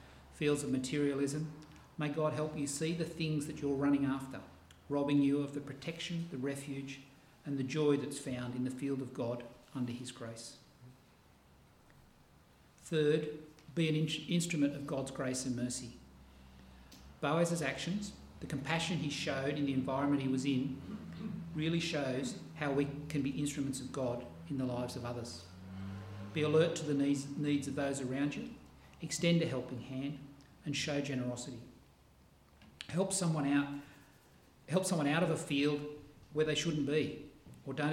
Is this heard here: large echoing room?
yes